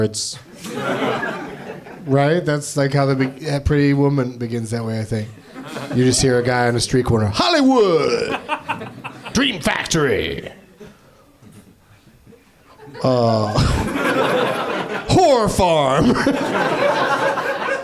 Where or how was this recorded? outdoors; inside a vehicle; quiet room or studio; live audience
live audience